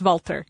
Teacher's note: It is spelled W-A-L-T-H-E-R, but the Germans do not have a th sound. It's a hard T. or a D sometimes, depending upon what part of Germany.